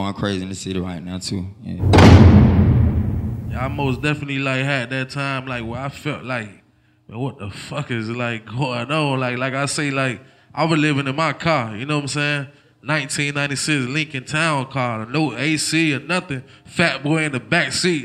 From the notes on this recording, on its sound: replay of the industry panel that went down at the 1st South Georgia Music Awards held in Waycorss, Ga at club Hush